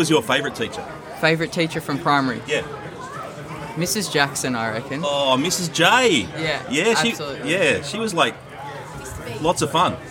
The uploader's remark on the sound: a range of short interviews from last week's Primary Expo